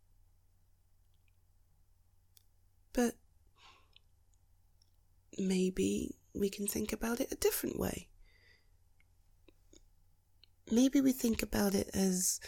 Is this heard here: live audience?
no